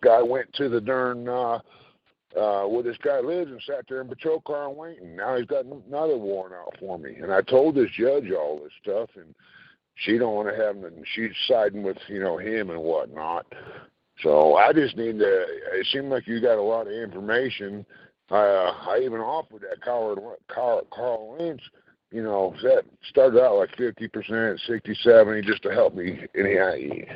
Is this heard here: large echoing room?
no